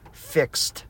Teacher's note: Fix is also unvoiced. So we put the T on the end